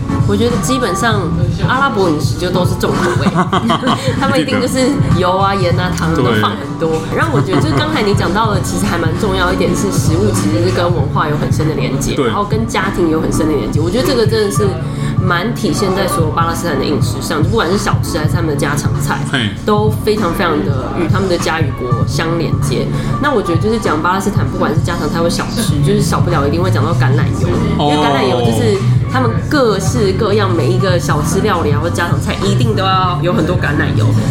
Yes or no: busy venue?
yes